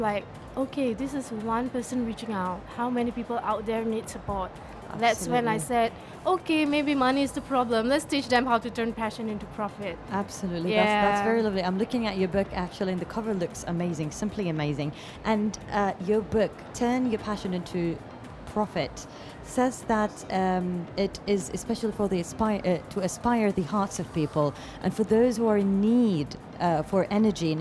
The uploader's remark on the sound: Live interview from SIBF 2022